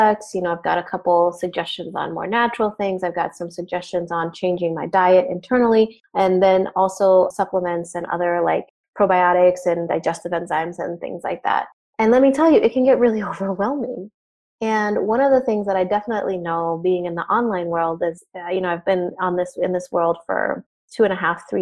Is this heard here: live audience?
no